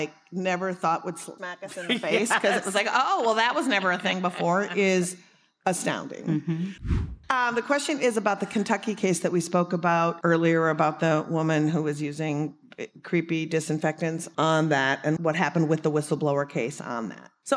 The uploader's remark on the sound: Live From Netroots Nation. Recorded live back in July at the Netroots Nation gathering in Chicago.